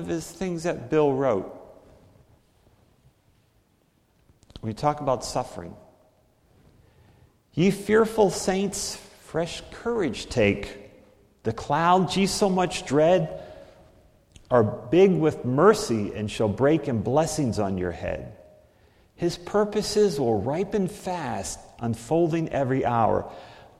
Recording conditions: large echoing room